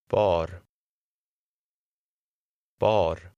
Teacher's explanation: the Swedish R, which has a rolled sound